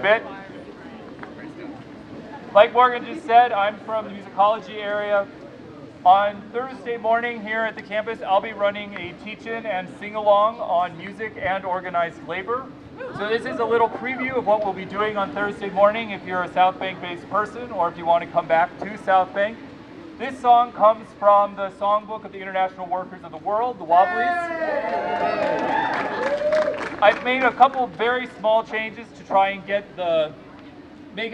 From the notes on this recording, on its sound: At a media conference outside the Exhibition Gardens. VCA MelbUni Strike Rally.